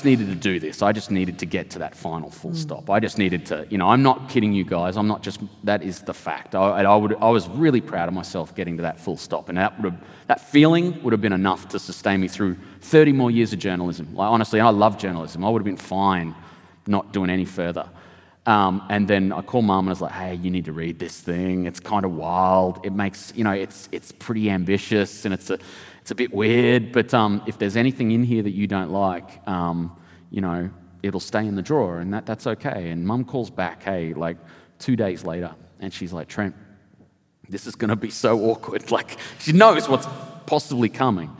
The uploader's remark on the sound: This episode was recorded at a special Sydney Writers' Festival event in October 2023.